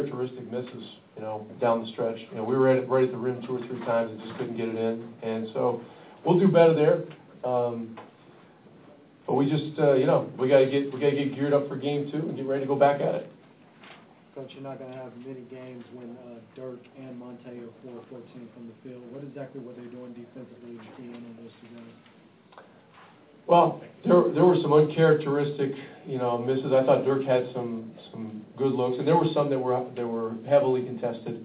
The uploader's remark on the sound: Live from San Antonio. Live from the AT&T Center in San Antonio.